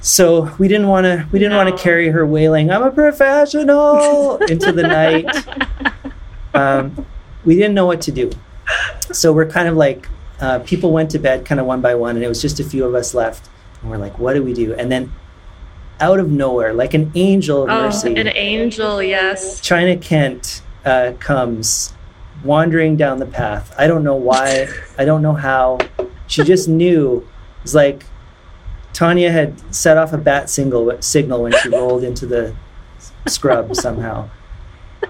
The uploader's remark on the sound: This story was recorded during a live-streamed event in March of 2021 before I knew how to actually record a live-streamed event without annoying echo